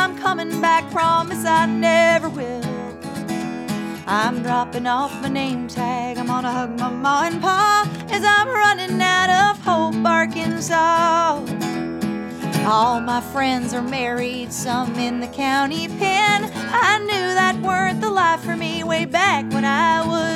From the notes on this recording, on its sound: Live from AMERICANAFEST 2023. Live performances.